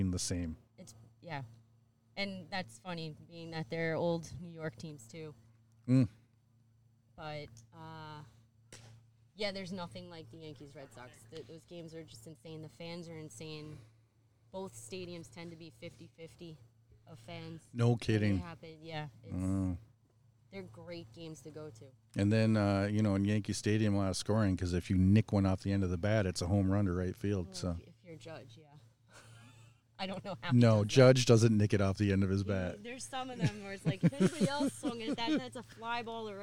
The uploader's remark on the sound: travels to Old Bethpage for the Doc Adams Vintage Base Ball Festival